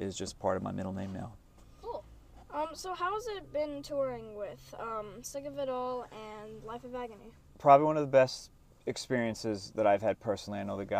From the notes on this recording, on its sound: we hopped into their tour minivan outside a club in Baltimore and did a quick interview